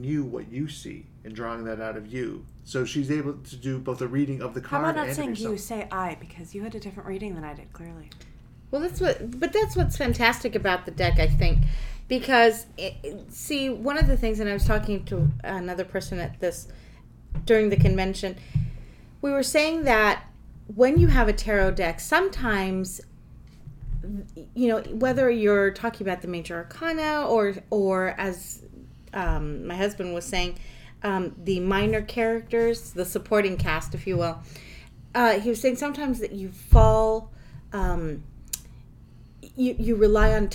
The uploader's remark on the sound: Squeaky bottles. Constant noise from touching the table supporting the microphone. Playing cards on the radio.